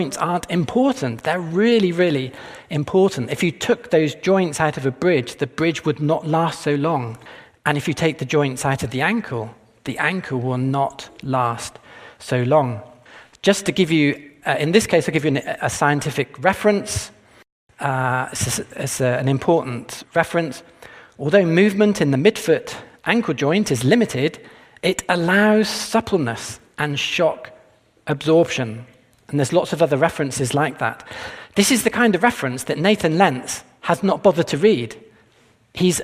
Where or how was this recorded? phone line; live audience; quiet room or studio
live audience